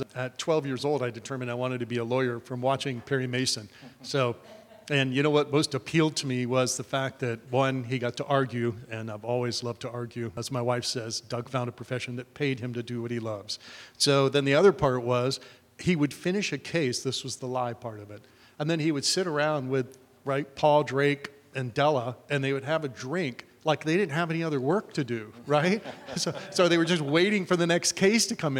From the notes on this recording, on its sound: travels to Tampa to record live in front of the National Association of Administrative Law Judiciary’s (NAALJ) National Conference